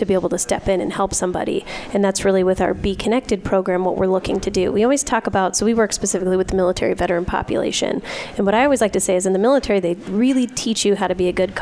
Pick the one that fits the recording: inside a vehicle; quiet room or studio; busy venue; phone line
busy venue